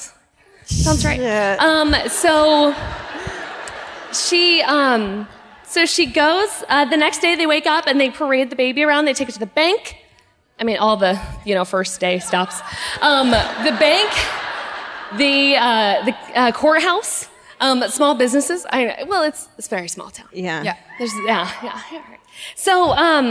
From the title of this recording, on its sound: Live at the Arvest Bank Theatre in Kansas City